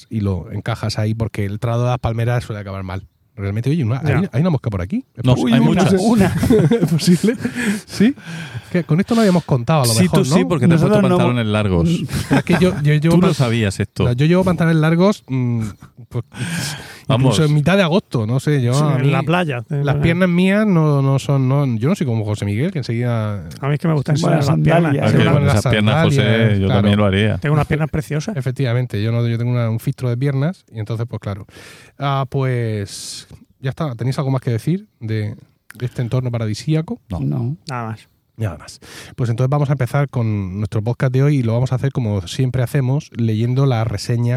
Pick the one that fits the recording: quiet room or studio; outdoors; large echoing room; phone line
outdoors